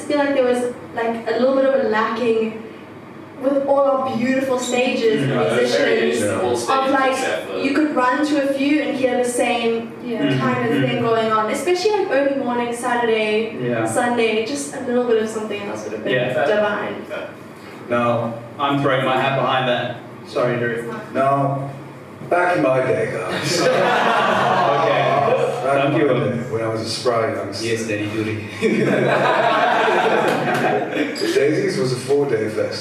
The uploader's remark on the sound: CAYACAST Live: Daisies Decompression. Laptop got stolen the day after this (booooo) so unfortunately we lost the audio. Your regularly scheduled audio quality will be back next week!